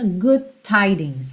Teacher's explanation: Good, termina com D. Tidings, começa com T, a gente junta good tidings · Term: ligadinhas